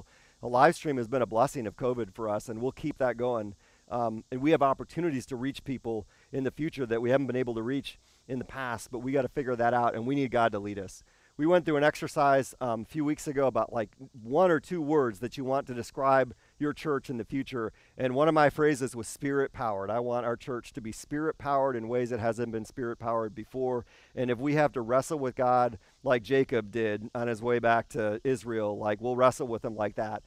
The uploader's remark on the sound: This service was filmed and recorded outside.